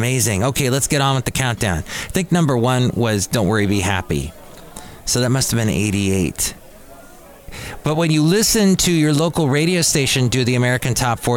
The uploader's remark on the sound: podcasts live from Café Anyway